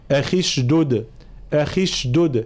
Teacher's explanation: حال الوصل تبقى الياء ساكنة فيلتقي الساكنان فيحذف حرف المد